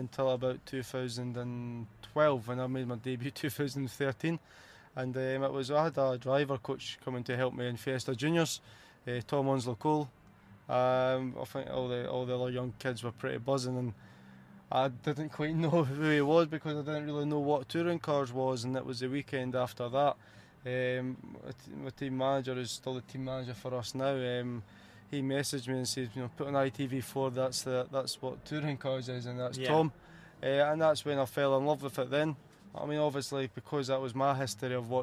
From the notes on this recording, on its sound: This episode was recorded live at the 2021 British Motor Show in Farnborough. The Podcast Guys who were the official podcast and video partner of the British Motor Show.